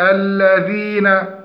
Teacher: تحقيق مخرج الذال من طرف اللسان مع أطراف الثنايا العليا